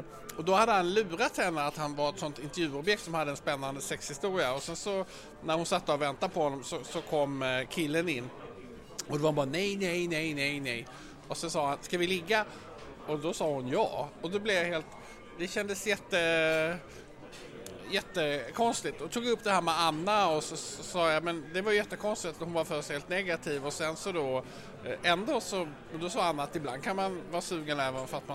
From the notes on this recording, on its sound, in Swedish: Den enda podcasten som spelas in “live” på Riche.